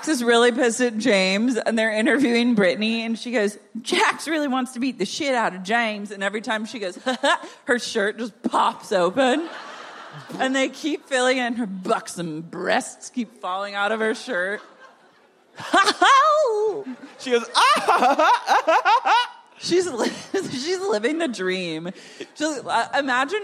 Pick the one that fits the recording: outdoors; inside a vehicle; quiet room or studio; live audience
live audience